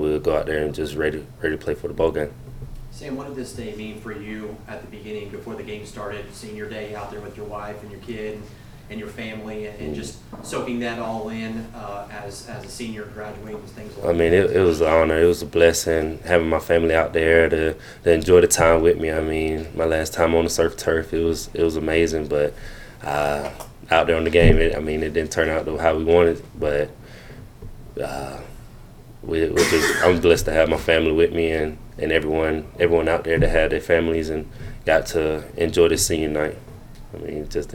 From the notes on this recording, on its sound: postgame press conference